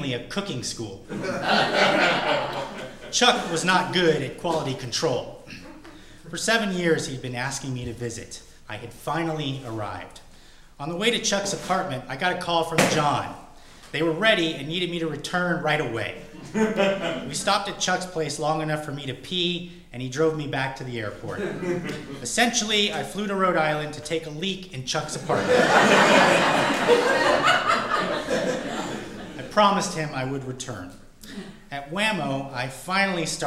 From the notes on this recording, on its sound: Recorded at the Comedy Central Stage at the Hudson Theatre in Los Angeles.